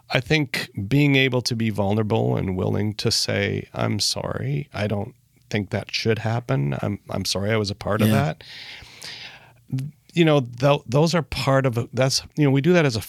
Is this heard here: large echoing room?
no